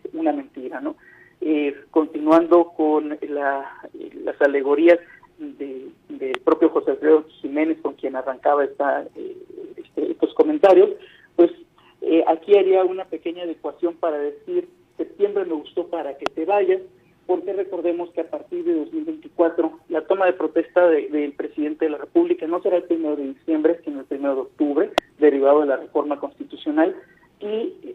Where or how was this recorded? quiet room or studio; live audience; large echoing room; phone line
phone line